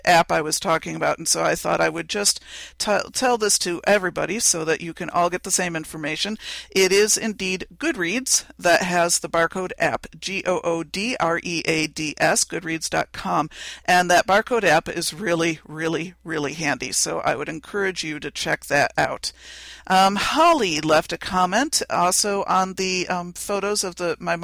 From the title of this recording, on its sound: In Which We Talk While Driving